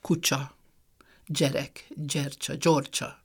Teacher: Tehát a tyé és a gyé helyén fordulnak elő a csék és a dzsék.